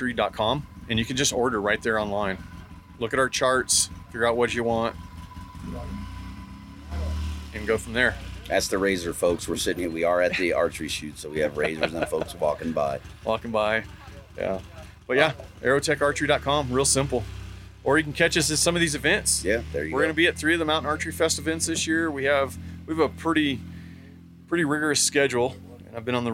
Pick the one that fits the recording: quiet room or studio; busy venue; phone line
busy venue